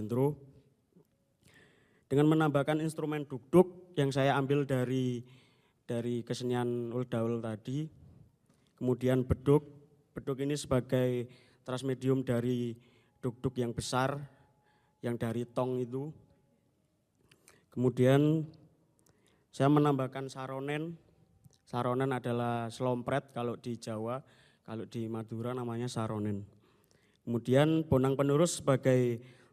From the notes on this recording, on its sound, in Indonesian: Audio Version Only dari sesi diskusi karya pada event DAPUR BUNYI ke 2 Tahun 2019. Audio ini hasil dari alih format dari Video ke Audio (only) yang merupakan hasil rekaman dan milik dari UPT.Audio Visual ISI Surakarta.